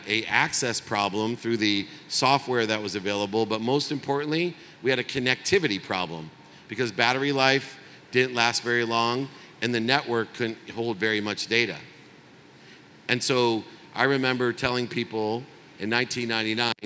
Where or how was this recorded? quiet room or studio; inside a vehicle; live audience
live audience